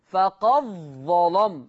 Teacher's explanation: هيبقى عندي إضغام الدال في الضاء